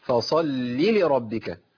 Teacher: بنتقل من اللام إلى اللام على طول، من اللام المشددة إلى اللام المتحركة